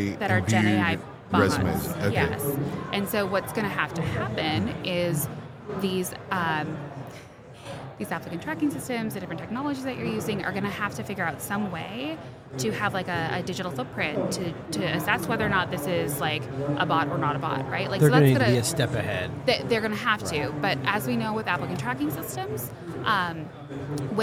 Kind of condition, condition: setting, busy venue